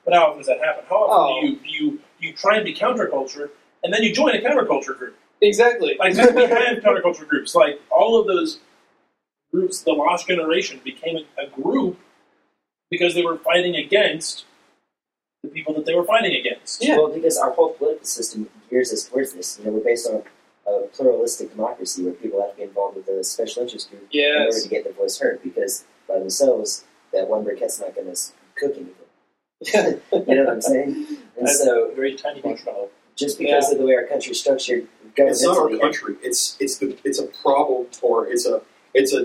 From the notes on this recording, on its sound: Apologies about the awfuller-than-usual sound quality. We tried to use a bunch of different.